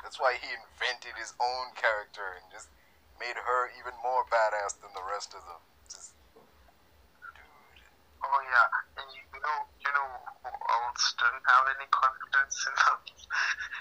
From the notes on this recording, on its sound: Have a discussion over the phone due to us not being able to meet in person because of the ongoing global bastard so excuse the inconsistent audio.